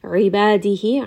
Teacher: ayn from the middle of the throat